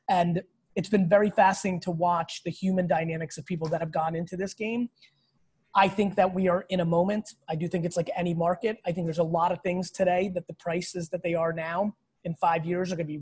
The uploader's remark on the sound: This episode is an exclusive Q&A that I did over the weekend on Zoom